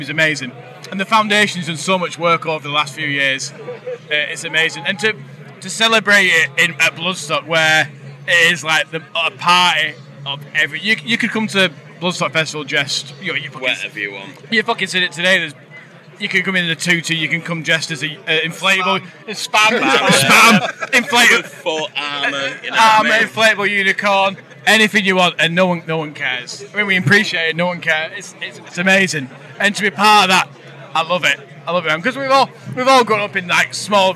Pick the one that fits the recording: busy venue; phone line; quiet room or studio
busy venue